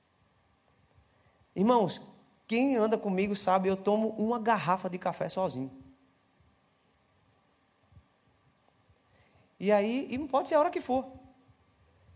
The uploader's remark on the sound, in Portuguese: Celebração ao vivo